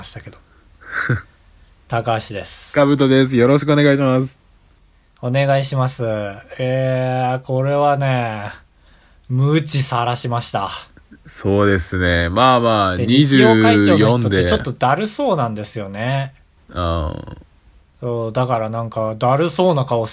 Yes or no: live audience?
no